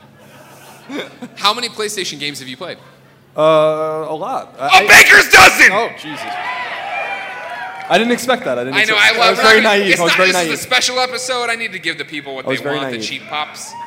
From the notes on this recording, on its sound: PS I Love You XOXO Live in Denver - Road to Greatness Special. PlayStation podcast went to Denver to do a live show for PlayStation's Road to Greatness!